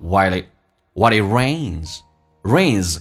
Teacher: While 跟 it 这两个单词如果连在一起，有的人听不懂。那么 while it 都能听懂，当但是变成 while 就不可以了。L 这个发音跟后面的 A 可以形成个连叫